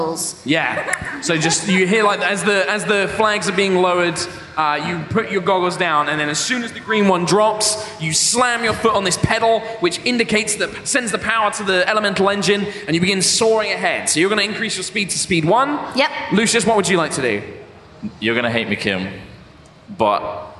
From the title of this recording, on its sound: High Rollers LIVE at MCM Comicon 2018